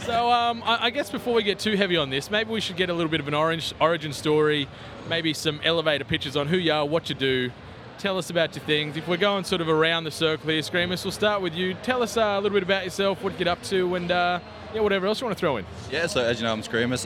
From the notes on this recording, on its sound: Live from PAX 2019. Coming at you live from the PAX show floor.